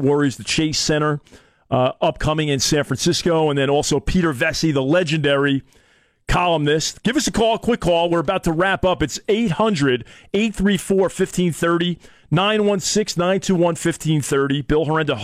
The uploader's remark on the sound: calls from KFBK listeners